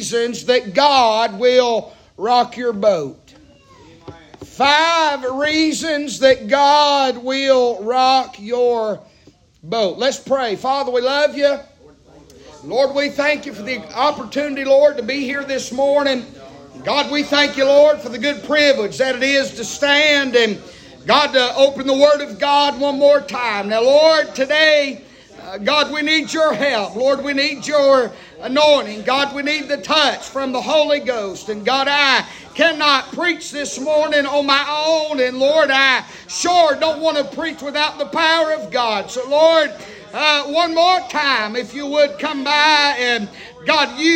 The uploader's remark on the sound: Preaching live from Still Water Baptist Church.